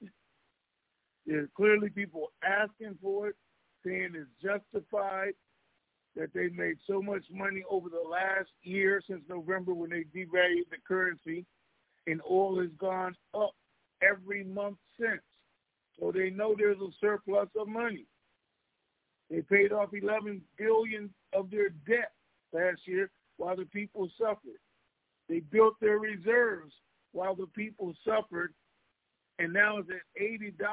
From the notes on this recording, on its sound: TNTSuperfantastic Conference Call